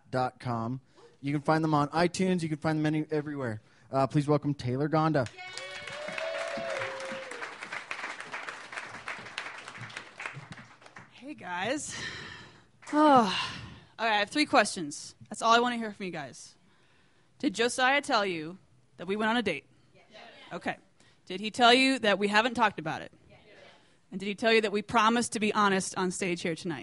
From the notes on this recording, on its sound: These stories were recorded at The Deer Pile